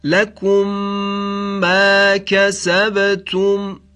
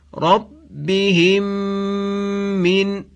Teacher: هرگاه میم ساکن قبل از میم دیگری قرار گیرد، میم ساکن در میم دوم ادغام می شود.